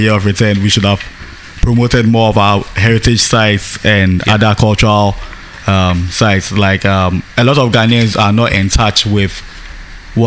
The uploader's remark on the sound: This podcast was recorded at the scenic McCarthy Hills in Accra, Ghana . This podcast was recorded at the scenic McCarthy Hills in Accra, Ghana .